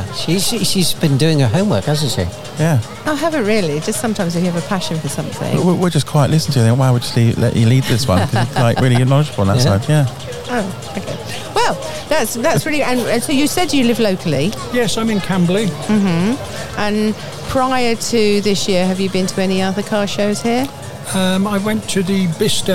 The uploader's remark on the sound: Collectively Camberley Car Show 2021. Were out and about on this special day in Camberley with the microphones and cameras, catching the atmosphere of the day, with the sights and smells that make up this annual event in the town.